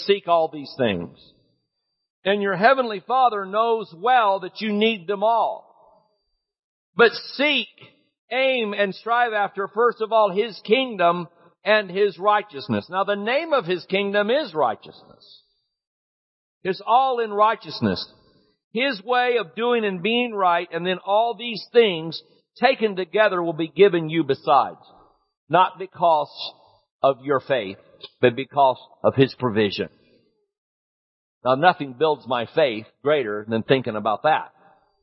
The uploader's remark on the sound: Recorded at Healing Grace Church in Tulsa, OK February 25, 2013